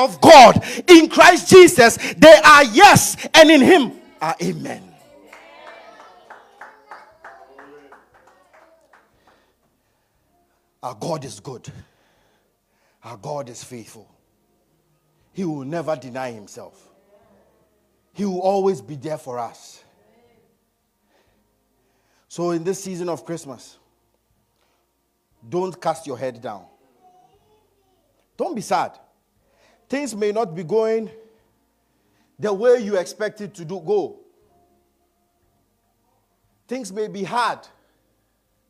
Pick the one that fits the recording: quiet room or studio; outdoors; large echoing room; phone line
large echoing room